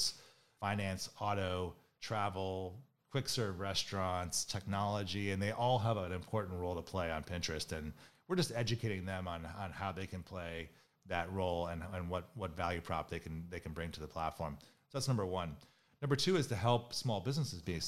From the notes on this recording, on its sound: Recorded live in Cannes in June 2019.